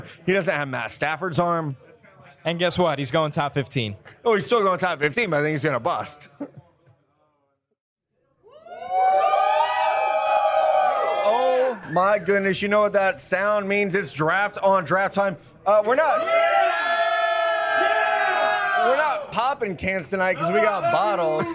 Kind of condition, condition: setting, busy venue